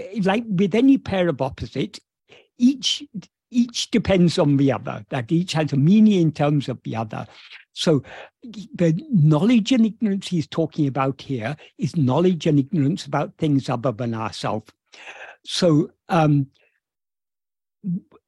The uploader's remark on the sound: In a Zoom meeting with Sri Ramana Center, Houston